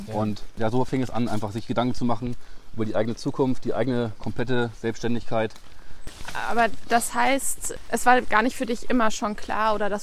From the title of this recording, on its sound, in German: Auf einen Spaziergang